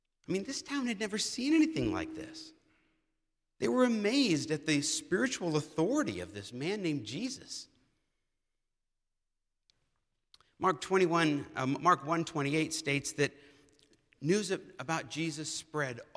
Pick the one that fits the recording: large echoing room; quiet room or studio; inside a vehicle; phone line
large echoing room